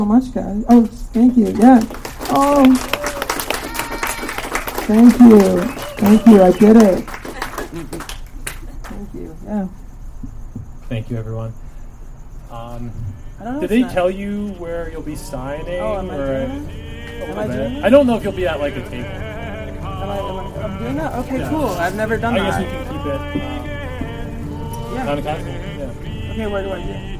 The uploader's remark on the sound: Recorded at Stories Bookstore in Echo Park